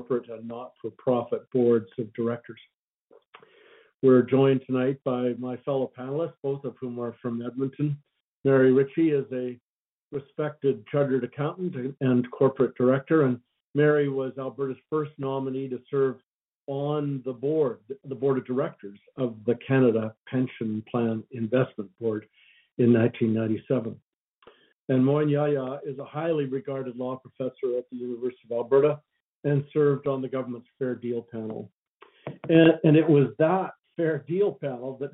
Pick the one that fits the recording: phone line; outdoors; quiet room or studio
phone line